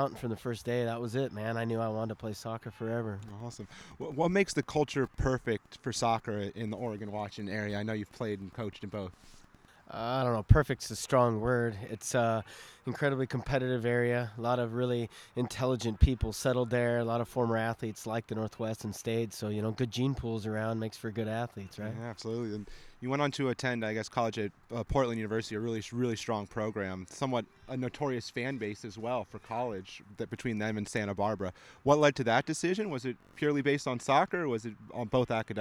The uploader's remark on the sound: Live From The Combine